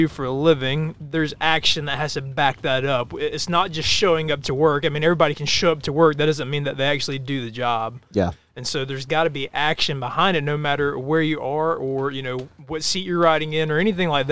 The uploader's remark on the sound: While at Bearers of The Oath, we open the mic's and have a passionate discussion